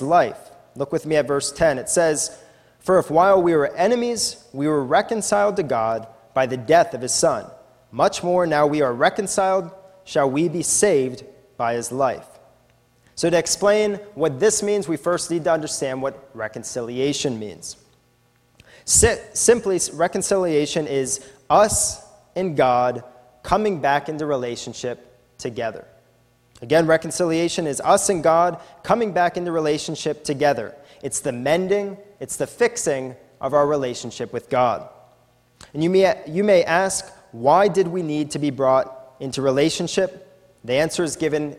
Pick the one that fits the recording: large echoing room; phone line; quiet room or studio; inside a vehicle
large echoing room